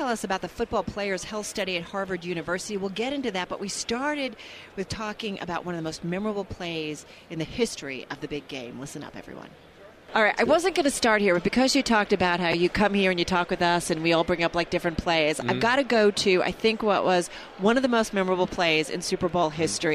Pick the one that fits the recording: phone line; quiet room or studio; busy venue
busy venue